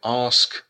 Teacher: есть слова вроде ask, что это длинные а, то это южный акцент. Или производная от южного.